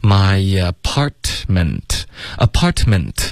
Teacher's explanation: my apartment,两个特的音都省略